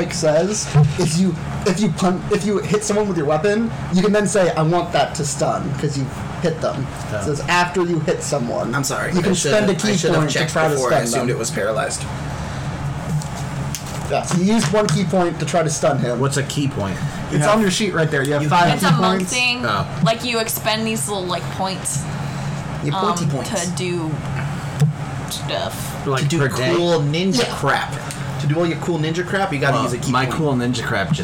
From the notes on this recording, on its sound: In this episode, we sound like we are underwater (sorry about that)